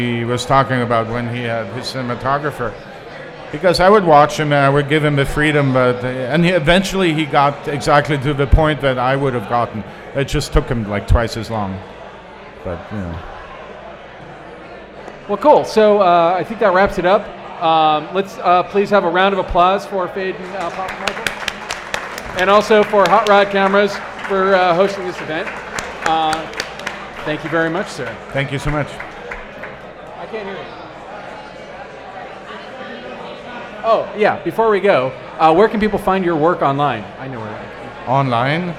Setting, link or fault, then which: setting, busy venue